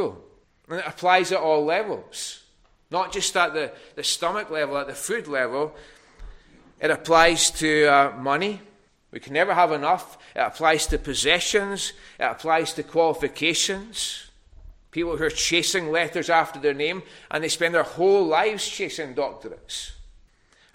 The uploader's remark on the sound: recorded at North Harris Free Church on the evening of Sunday, 18th February 2024.